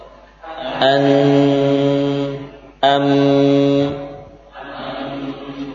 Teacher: Suara muncul pertama dari ujung lidah dengan gusi, an, atau dari syafatain, am. Namun berikutnya ada sifat ghunnah, ya, yang munculnya melewati pangkal hidung.